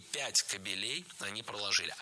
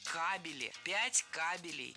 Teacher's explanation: Дело в том, что кабель имеет неподвижное ударение на основе. · Shown in: second take · И прокладывать нужно кабели.